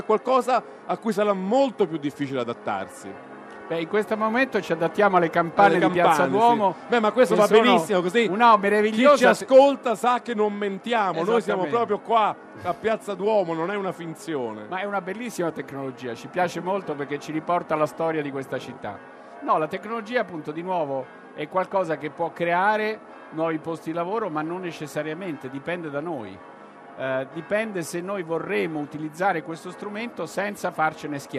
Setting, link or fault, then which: setting, busy venue